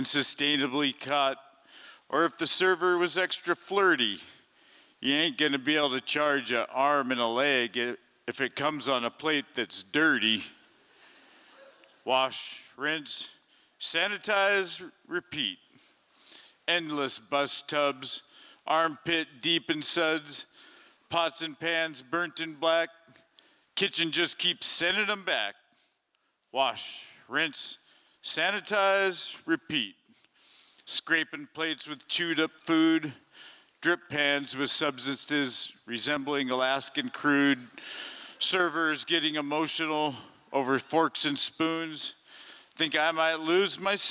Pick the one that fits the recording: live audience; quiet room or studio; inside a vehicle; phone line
live audience